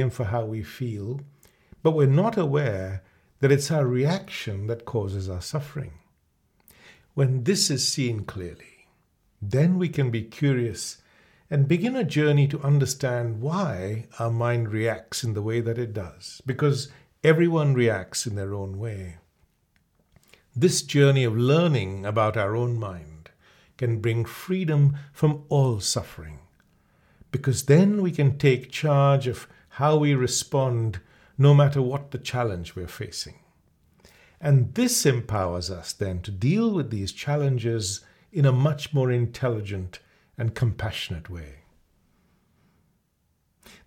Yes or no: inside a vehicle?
no